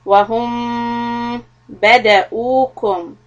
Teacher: This is ميم followed by letter ب. So we do إِخْفَى شَفَوِي. Stop for two harakat. Lips together.